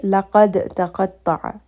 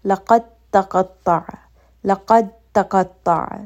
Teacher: I am not going to give much attention to this letter dal because it is merging within the ta. · Shown in: second take · I'm not saying laqad taqatta'a, merge these together. · Term: mutajanisan